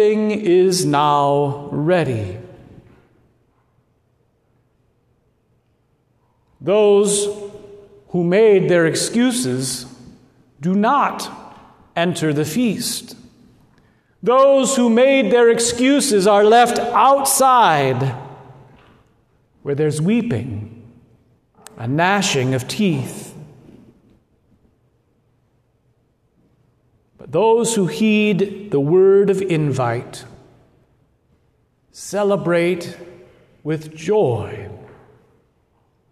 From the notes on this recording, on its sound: at Good Shepherd Lutheran Church Lincoln NE